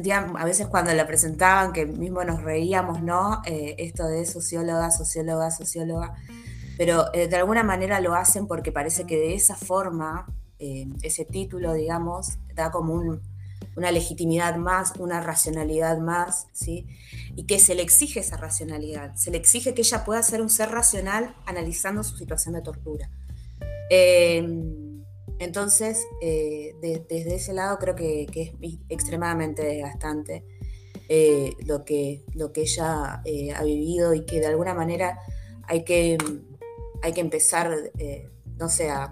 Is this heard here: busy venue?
no